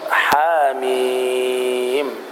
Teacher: وبمد الميم 6 حركات لأنها مد لازم حرفي مخفف